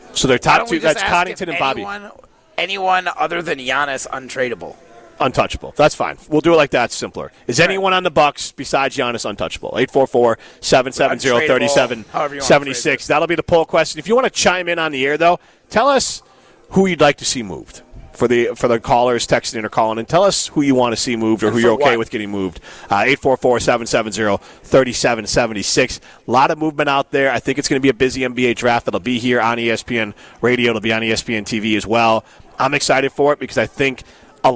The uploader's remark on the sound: live from X-Golf in Madison